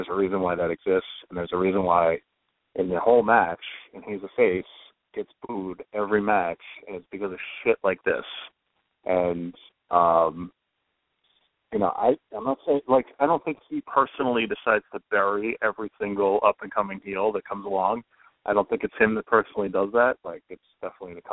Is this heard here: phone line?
yes